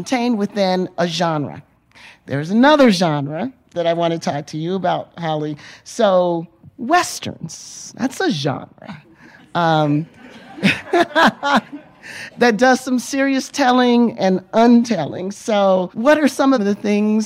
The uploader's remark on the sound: Panel, recorded live from the Sundance Film Festival in 2023.